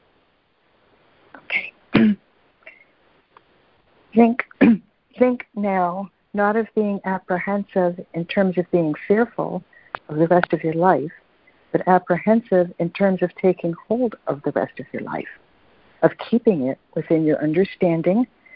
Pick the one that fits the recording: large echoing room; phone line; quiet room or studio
phone line